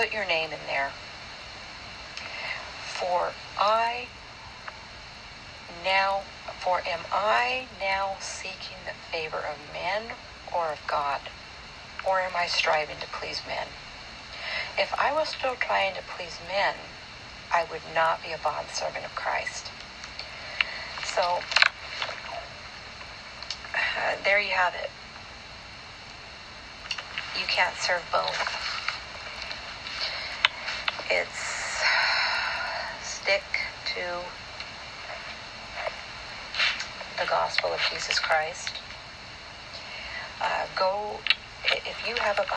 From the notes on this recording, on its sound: It’s not a very good recording